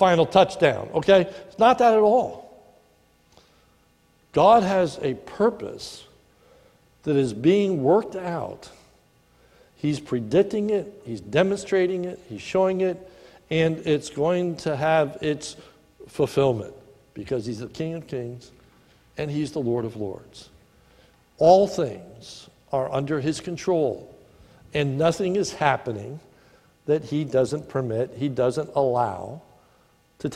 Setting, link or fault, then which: setting, large echoing room